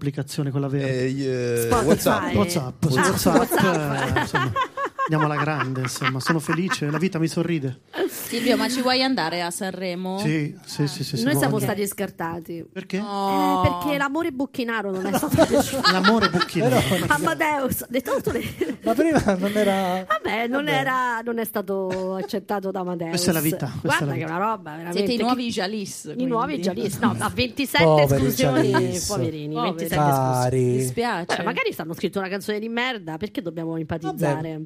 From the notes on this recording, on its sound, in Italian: Registrato al GhePensiMi